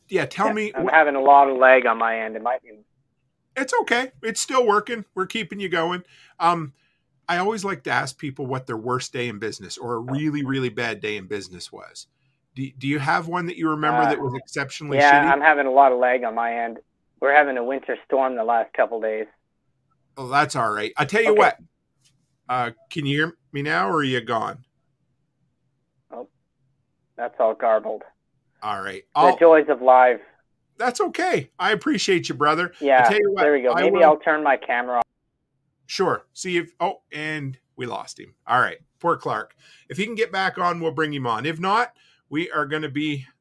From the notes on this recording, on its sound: OPEN PHONE LINES. Rode Wireless Go 2 mic with internal recording.